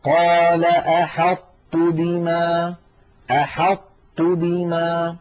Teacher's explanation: يكون بإطباق اللسان، بأن يقرع اللسان مخرج الطاء من غير قلقلة، يقرع اللسان مخرج الطاء من غير قلقلة، ثم لما يفتح لا يفتح على طاء بل يفتح على تاء · Term: الإدغام الناقص